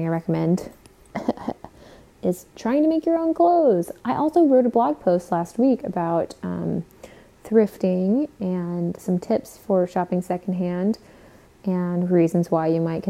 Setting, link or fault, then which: fault, sounds in the background